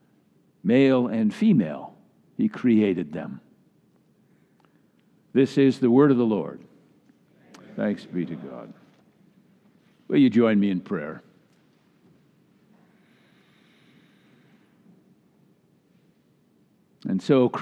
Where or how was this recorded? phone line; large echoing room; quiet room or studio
large echoing room